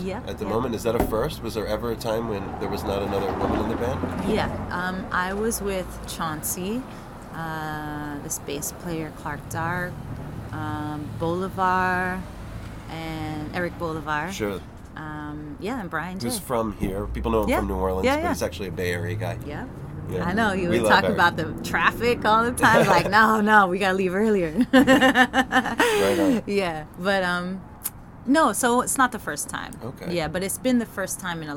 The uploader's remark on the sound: Before band practice one afternoon. PLEASE EXCUSE THE TRAFFIC NOISE ! Time crunch and had to get the convo in where we could.